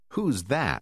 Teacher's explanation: khi tổ hợp WH đứng trước con chữ O, nó được phát âm như âm huh, được biểu thị bằng con chữ H